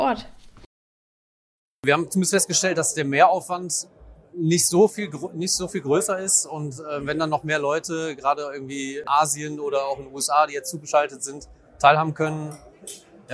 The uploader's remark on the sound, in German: Aachener Karosserietage 2021. Im Podcast erhaltet ihr live von den Teilnehmenden einen Einblick in das Event.